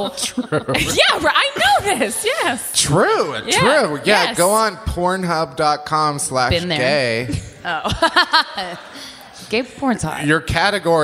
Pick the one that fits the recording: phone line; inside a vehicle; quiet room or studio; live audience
live audience